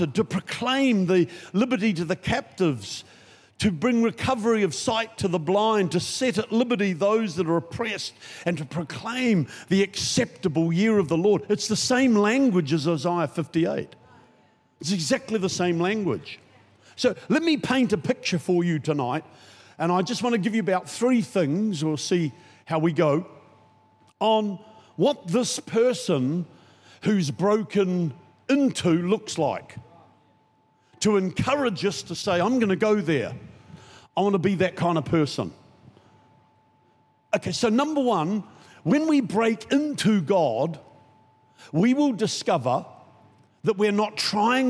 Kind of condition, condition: setting, large echoing room